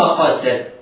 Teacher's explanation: القاف مفتوحة حكمها التفخيم، والسين حكمها الترقيق